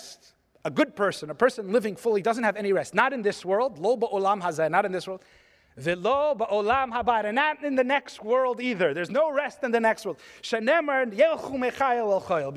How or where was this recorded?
live audience